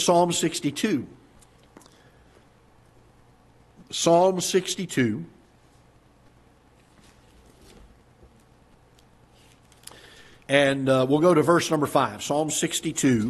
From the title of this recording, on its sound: Ketha Heights Baptist Church ~ Live Broadcast